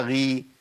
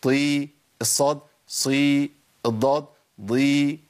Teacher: حروف الاطباق الاربعة الطاء والصاد والضاد والظاء، الاربع حروف بتوع الاطباق، التفخيم فيهم زائد شوية عن الثلاث حروف التانية بتوع الاستعلاء · Shown in: second take